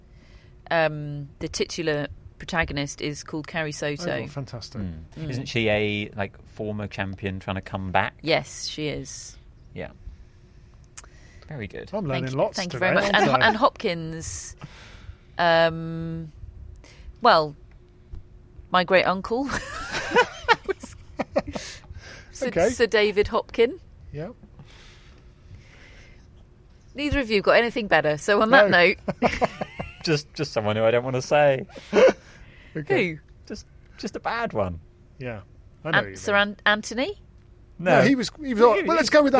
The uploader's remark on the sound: Live from Wimbledon